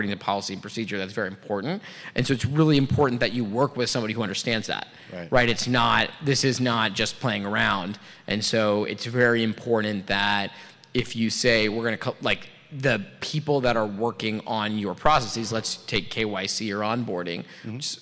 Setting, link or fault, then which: setting, busy venue